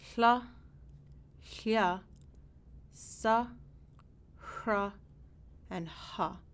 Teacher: your vocal cords definitely aren't vibrating nearly as much as with the voiced fricatives · Term: voiceless fricatives